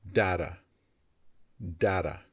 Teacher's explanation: in US English, mostly, this word can also be pronounced with the A sound. And the T is more like a D sound.